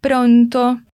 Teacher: Temos esses dois os bem fechados.